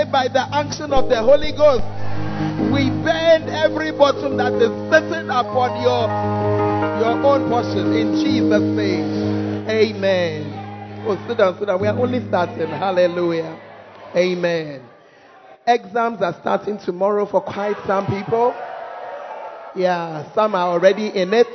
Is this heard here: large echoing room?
yes